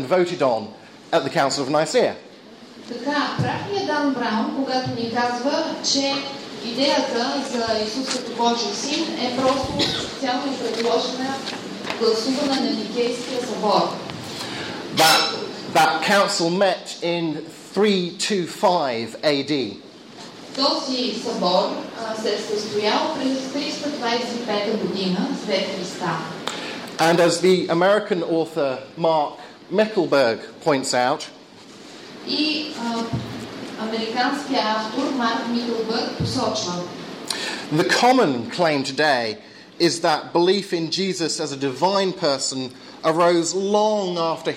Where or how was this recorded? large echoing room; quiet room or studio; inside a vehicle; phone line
large echoing room